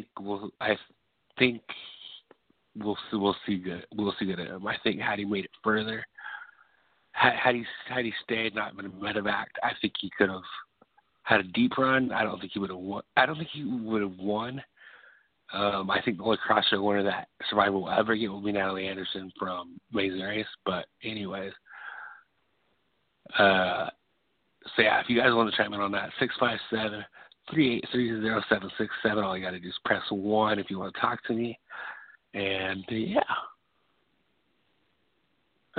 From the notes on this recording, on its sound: taking phone calls